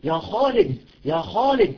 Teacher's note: بتفخيم الخاء بشكل طبيعي